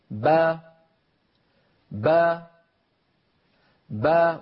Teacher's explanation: بتباعد الشفتين خرجت الباء، وبتباعد الفكين انفتحت الباء. هكذا با با با فلما تبتعد الشفتان والفكان تخرج باء مفتوحة.